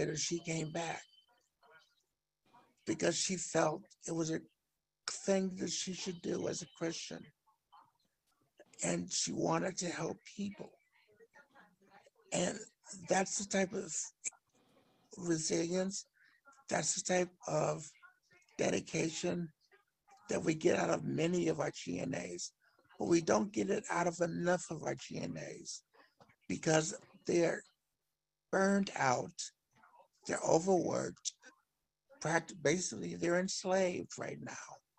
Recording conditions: video call